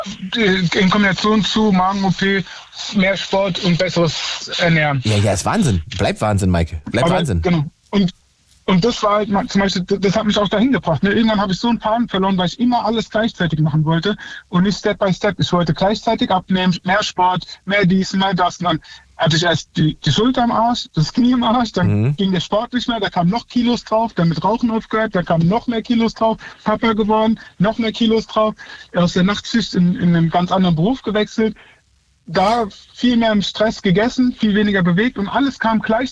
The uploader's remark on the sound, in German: Ran ans Phone, denn heute lauscht das Radio den Hörer:innen, also euch.